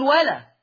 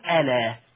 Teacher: لو بدأت بألا اوعى تقول ولا، اوعى تقول ولا، ترجع الهمزة كما كانت تقول ألا · Shown in: second take